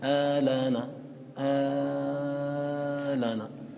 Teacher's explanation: وهمزة الوصل لا تحققها ولا تحذفها بل تبدلها كما ذكر الناظم مدا · Term: المد البدل